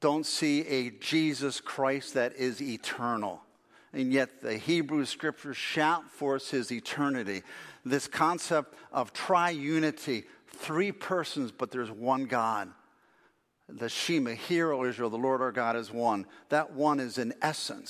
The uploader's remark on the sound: Faith Baptist Church in Hamilton, NJ.